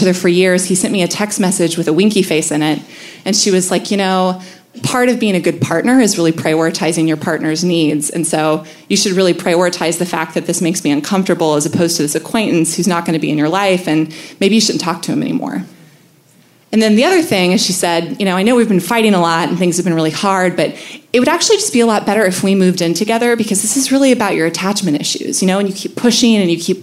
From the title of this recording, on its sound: Live From Baltimore!